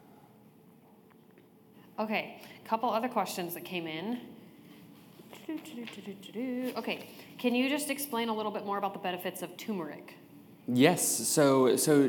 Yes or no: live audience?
yes